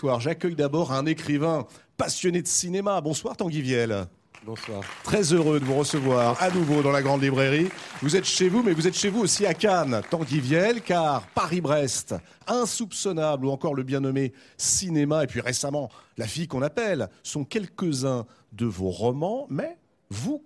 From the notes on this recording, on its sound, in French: La Grande Librairie est en direct du Festival de Cannes.